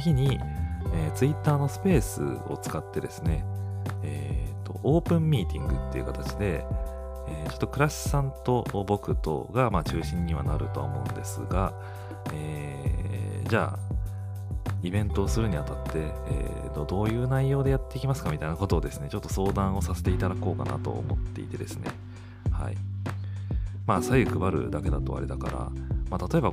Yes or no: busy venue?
no